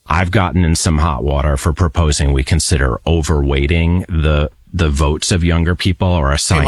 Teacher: Kind of that Northeast intellectual, very effeminate, vocal fry-y voice.